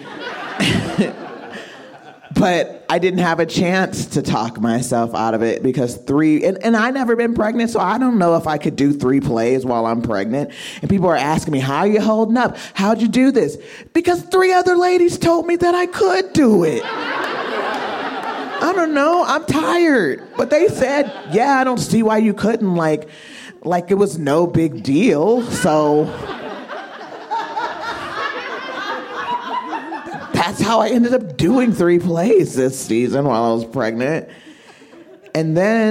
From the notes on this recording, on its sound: This story was recorded live at Buntport Theater